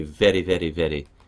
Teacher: the front musculature of the tongue comes up and strokes the gum ridge in a single action. To me, it's very similar to a trill, except that it's got a single stroke. · Term: tapped R